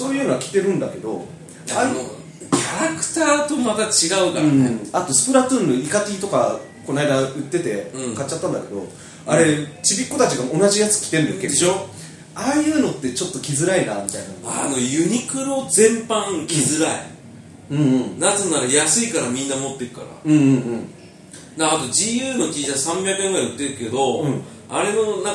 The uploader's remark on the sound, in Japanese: カラオケボックス収録なので音声は悪いですが